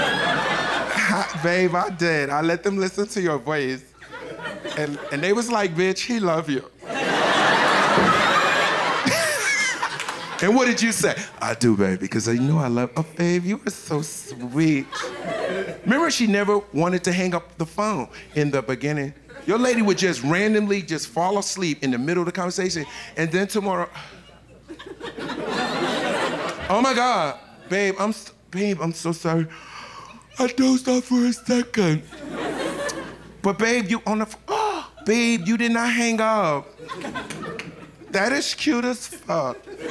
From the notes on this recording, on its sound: Live from Tribeca. An incredible hour of standup comedy.